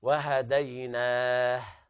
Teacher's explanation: إذا وقفنا على هديناه تمد الألف قبلها حركتين أو أربعة أو ست مع الوقف على الهاء بالسكون